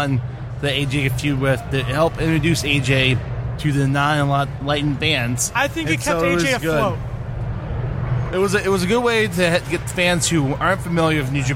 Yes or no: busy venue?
yes